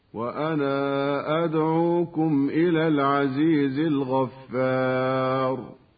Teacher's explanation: والمد المنفصل يمد عند قالون بمقدار حركتين هكذا: وأنا أدعوكم إلى العزيز الغفار، ويمد عنده أيضا بمقدار 4 حركات هكذا: وأنا أدعوكم إلى العزيز الغفار.